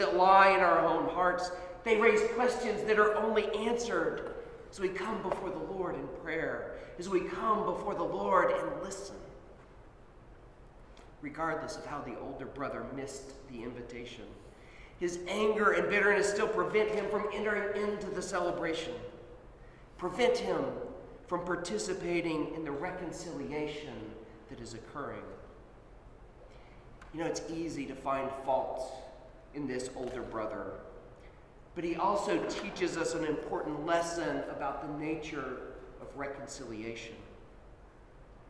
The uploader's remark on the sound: Sermon at Holy Trinity Anglican Church.